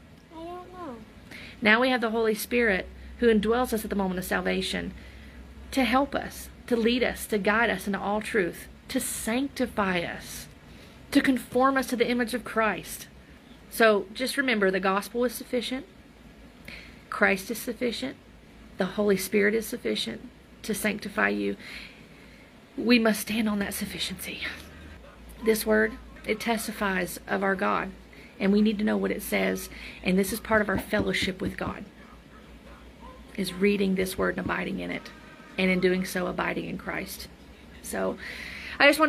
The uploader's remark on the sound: There is very low back ground noise.